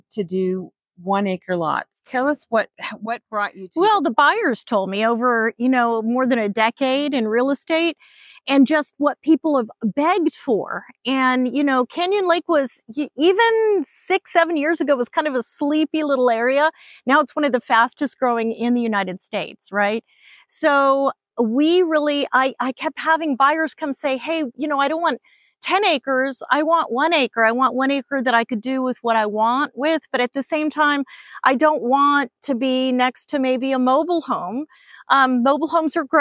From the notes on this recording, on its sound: Explore the stunning Sendera Vista subdivision as we chat on location.